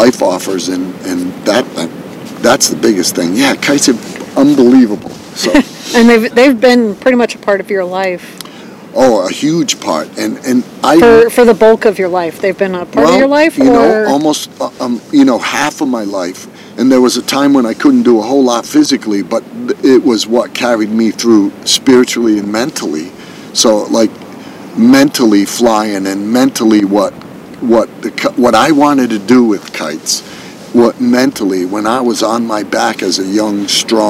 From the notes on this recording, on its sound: I recorded this on the beach, so at times there is some wind noise. This is rather raw discussion without editing.